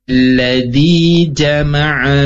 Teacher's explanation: Ya, inhirof itu artinya menyimpangnya suara huruf ya karena alirannya tidak sempurna disebabkan terhalang oleh lidah · Lam, inhirafnya suara lam ke samping lisan, samping lidah ya lisan itu. Karena jalannya tertahan oleh ujung lidah. · Term: sifat inhirof